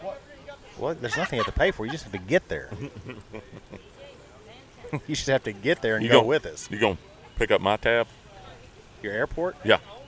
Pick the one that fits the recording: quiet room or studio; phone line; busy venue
busy venue